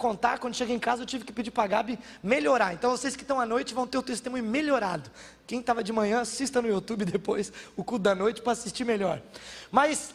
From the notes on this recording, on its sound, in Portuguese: na Igreja ABA Bumenau (Transmitido ao vivo)